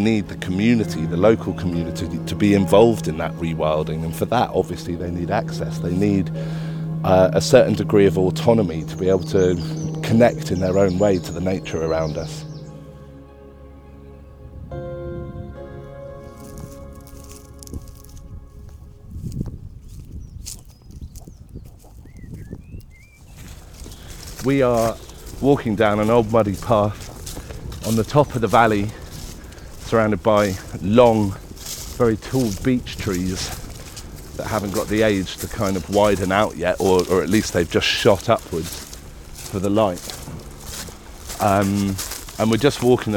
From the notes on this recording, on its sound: In A Life More Wild we walk and talk in the countryside with fascinating people.